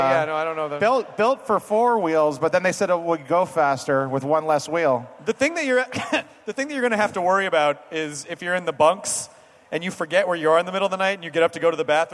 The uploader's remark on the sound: It's a nerdist hostful live from ID10T festival!